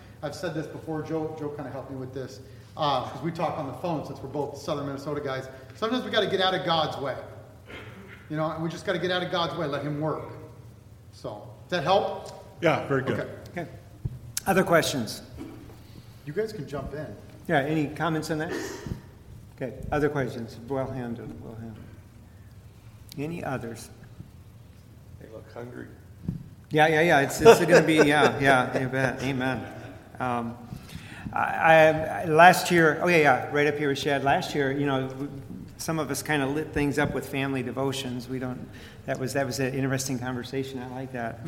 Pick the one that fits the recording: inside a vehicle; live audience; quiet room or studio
live audience